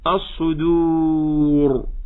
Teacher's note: الدال حرف رقيق، ووقع بين مفخمين الصو ور، الراء المفخمة، فنسمع منهما كذا الصدور.